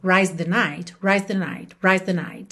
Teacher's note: Aqui você vai perceber o seguinte: rides the night. A gente não tem tempo para fazer esse rides certinho, indo do D pro S e depois ainda pegar o TH de the night. Então soa meio rise the night.